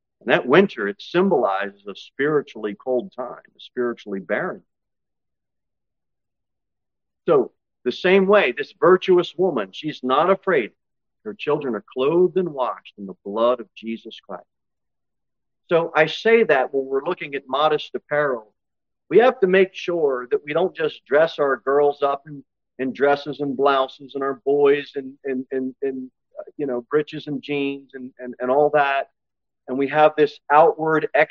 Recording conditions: large echoing room